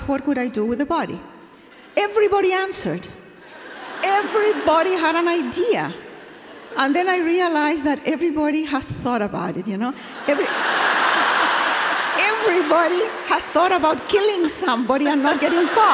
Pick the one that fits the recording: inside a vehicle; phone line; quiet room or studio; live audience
live audience